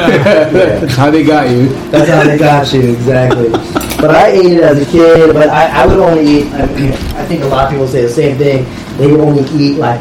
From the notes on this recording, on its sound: This is brought live and direct from the Chef's table. You will have to forgive the background sounds. Which catches some distortions from the back up mic.